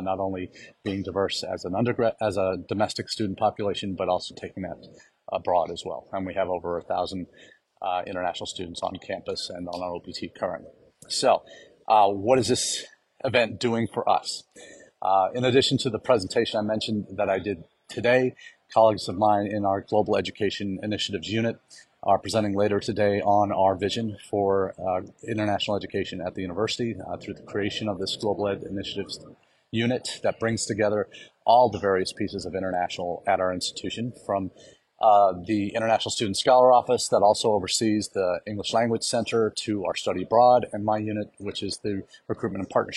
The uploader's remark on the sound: comes to you from Las Vegas, where the CAEI conference enters its 2nd of 3 days.